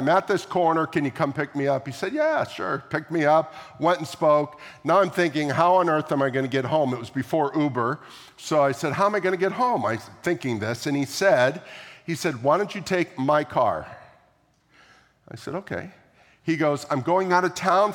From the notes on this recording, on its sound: at the April 2, 2023 Sunday morning services of Boca Raton Community Church in Boca Raton, Florida